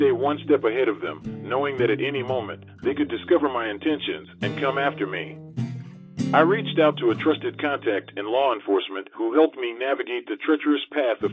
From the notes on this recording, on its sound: we've had to conduct this interview over the telephone with pre-recorded questions.